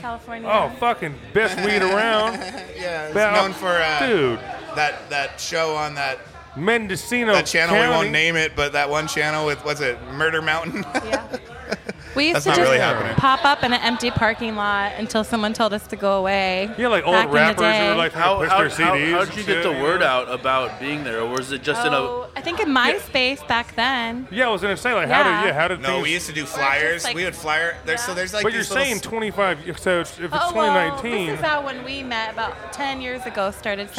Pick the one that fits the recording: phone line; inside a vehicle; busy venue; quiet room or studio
busy venue